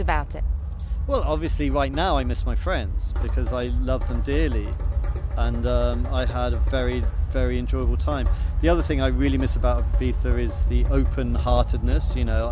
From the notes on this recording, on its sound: goes to NOISILY festival in Leicestershire